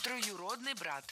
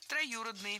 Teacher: Ударение ставим на гласную «ю». · Shown in: second take